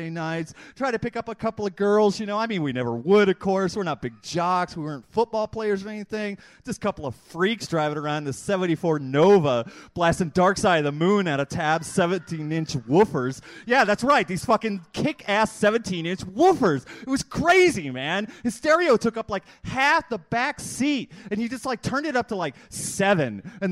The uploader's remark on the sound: this slam recording from May of 2001